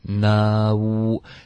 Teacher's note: 你的结尾嘴唇会撅起来。No，嘴唇撅起来呢，我们就可以直接连发到 one。OK，很多的学生喜欢这么发，noone，noone，noone，所以会特别爆 no，然后 o 的这个音呢，也不算是一个它没有一个滑动。然后你再想要发一个 oneone。这个窝的音就弱化了，哇哇旺，no 旺，OK，这会导致一个口音，所以慢慢的走流程，导致一个滑动，no，开头结尾，开头是嘴唇放松的，结尾彻底的读起来，no，然后在放松的时候进入 one，非常连贯，非常一致，noone，one 结尾不要发成旺旺 onon 的音呢，是靠舌根。OK，或者 no one，这是靠前鼻音。OK，这两种发音方式都不会动舌尖的。wangwan，大家可以看到我的舌尖发 wang 跟 wan， wang wan 都是不动舌尖的，所以这一定要顶舌尖。 · Term: 双元音